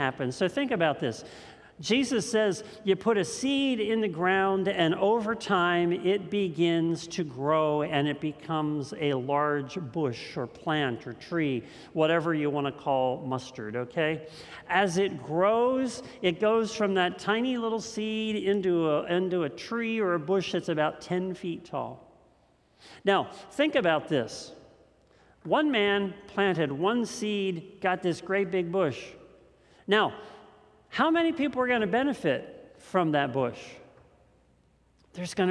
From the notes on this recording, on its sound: This message was first preached on August 15th 2021 at Linglestown Life Church in Harrisburg PA.